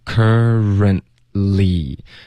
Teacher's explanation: 然后 currently 的这个 t 呢，最好省略